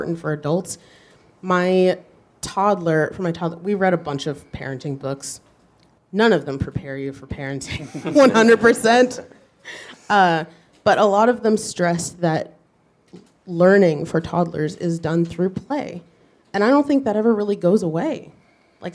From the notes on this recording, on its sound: Live from the Unbound Book Festival in Columbia, Missouri. All three authors read from their work.